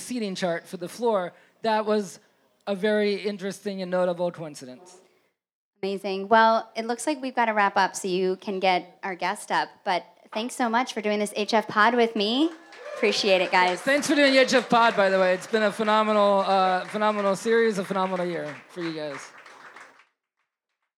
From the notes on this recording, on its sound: a special episode live from Hill Country in NYC